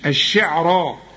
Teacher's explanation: وأنه برضو خدناها، هو رب الشعراء، الشين عليها الشدة، الشي، الشعراء، الراء مفخمة مع المد بتاعها